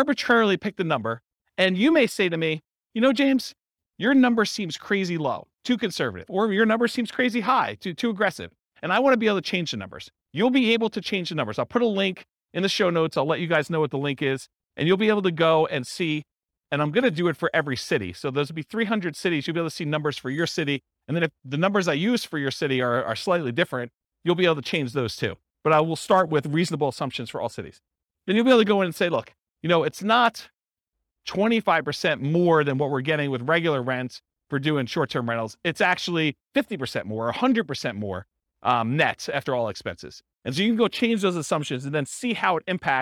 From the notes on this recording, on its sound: This was a live class recorded